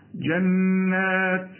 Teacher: النون لازم تغن لأن عليها الشدة